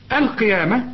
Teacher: القاف آخر درجات التفخيم، وإحنا متفقين إن الياء مرققة